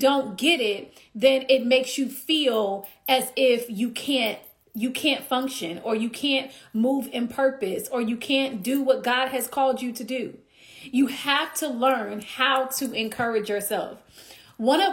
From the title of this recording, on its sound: Instagram Live